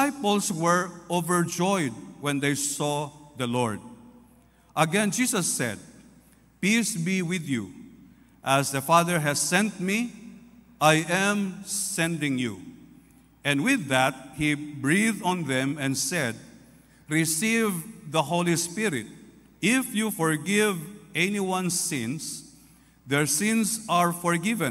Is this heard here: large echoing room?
yes